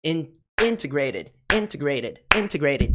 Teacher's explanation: nossa sílaba forte, nossa sílaba tônica é in.